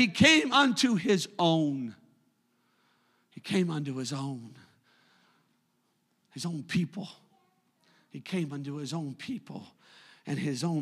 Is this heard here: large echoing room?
yes